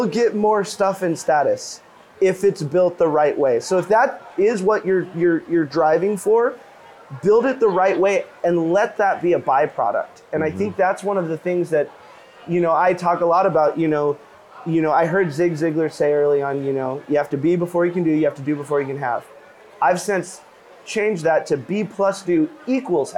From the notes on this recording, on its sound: This time we recorded our episode from the balcony